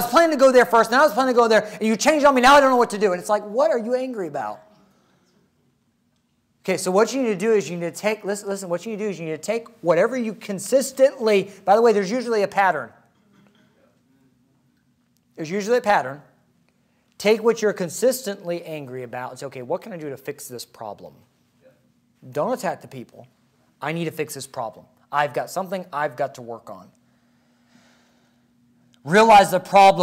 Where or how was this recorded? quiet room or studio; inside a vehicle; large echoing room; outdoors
large echoing room